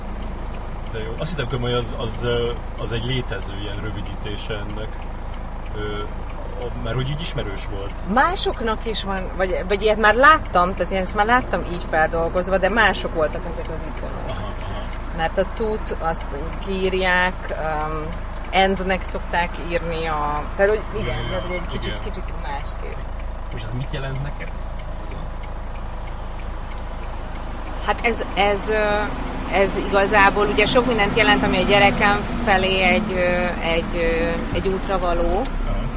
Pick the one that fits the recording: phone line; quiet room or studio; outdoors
outdoors